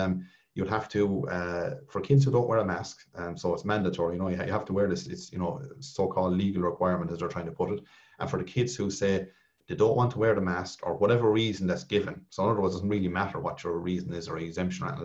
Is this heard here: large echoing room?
no